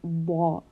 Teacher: the back of the tongue should be raised and you will pronounce the letter as wa. So very heavy, not the, wa, a very heavy letter.